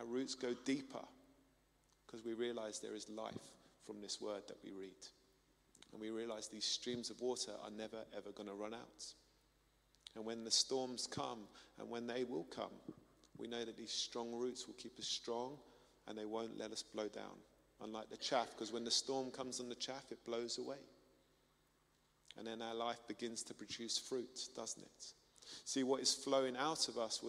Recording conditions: large echoing room